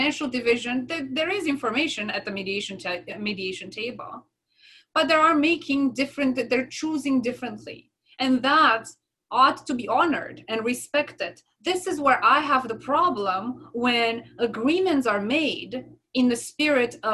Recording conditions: video call